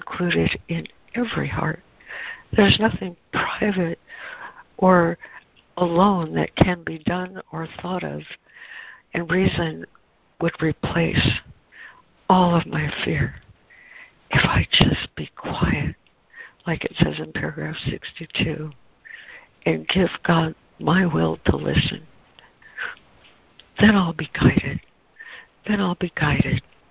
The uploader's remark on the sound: ACIM Daily Conference Call